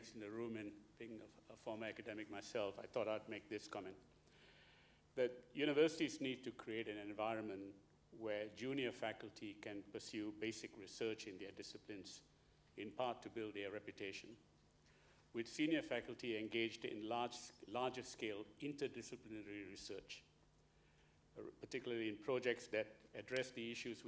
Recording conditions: live audience